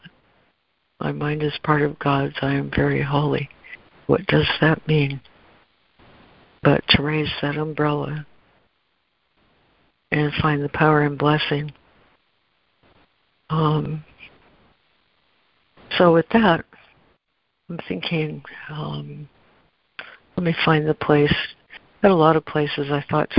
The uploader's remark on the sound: ACIM Daily Conference Call